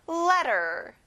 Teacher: letter, T 발음은 안 나요.